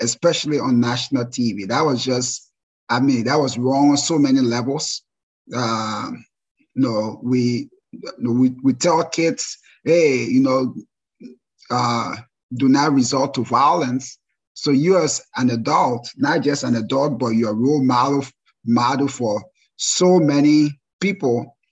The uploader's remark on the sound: This is a recording of our first live webinar.